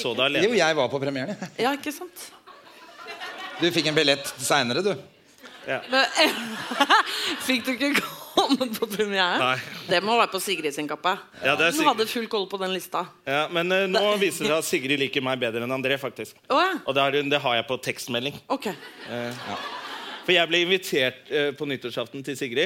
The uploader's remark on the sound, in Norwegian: LIVE fra Oslo Podfest. By Moderne Media.